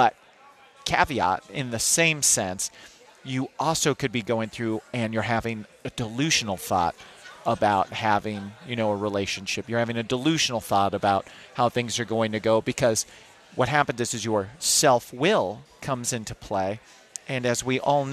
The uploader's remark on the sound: Live From Smokey Row!